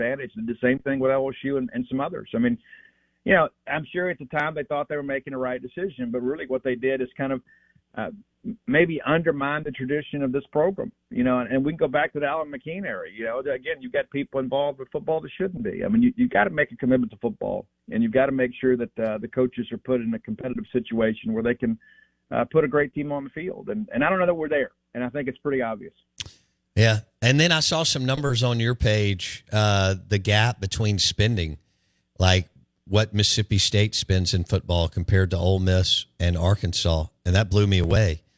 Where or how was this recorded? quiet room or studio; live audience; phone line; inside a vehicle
phone line